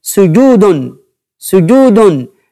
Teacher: مثلا كلمة سجود سجود، ستجد السين حركة واحدة وهي الضمة، الجيم ليس حركة، هذا مد، يجب أن نعطي المد حقه بكتابة الواو، مع أنه ليس في الصوت نطق واو، ولكن امتداد الضمة ينشأ عنه الواو